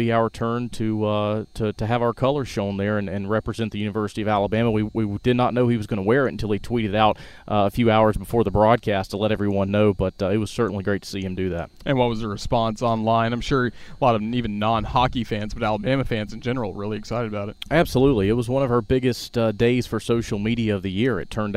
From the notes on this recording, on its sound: recorded at Coleman Coliseum in mid-March